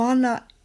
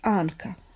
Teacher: U Ana je to čisto, no, ovo nadzubno, a u Anka, vidite kako se povlači prema zadnjem velaru, ovamo prema zadnjem nepcu i dobija to sličnost u artikulaciji kao K, približava se K, zato što govorni organi prave taj put. · Term: alofon